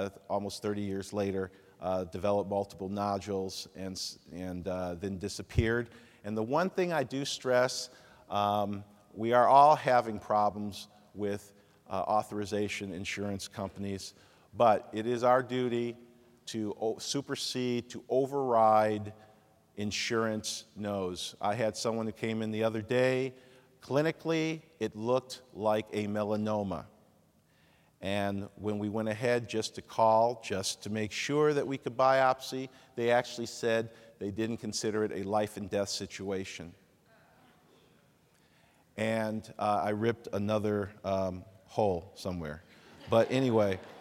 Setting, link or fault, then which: setting, large echoing room